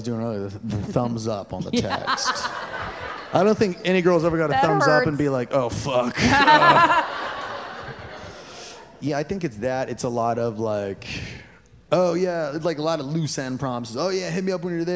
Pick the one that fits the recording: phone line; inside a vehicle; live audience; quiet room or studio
live audience